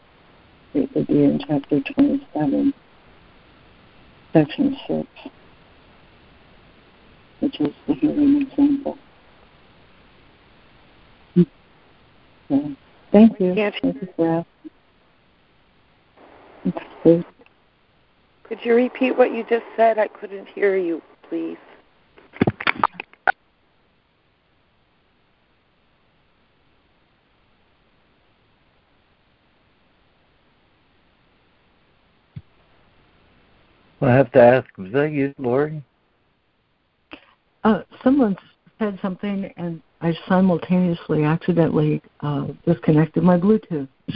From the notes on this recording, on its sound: ACIM Daily Conference Call